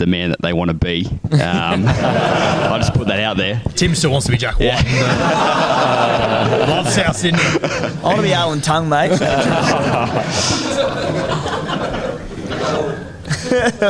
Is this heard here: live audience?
yes